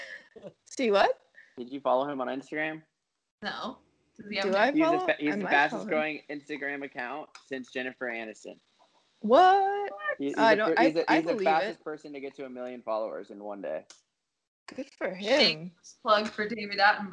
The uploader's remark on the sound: We are recording from all over the country via skype - occasionally there are some audio issues due to that.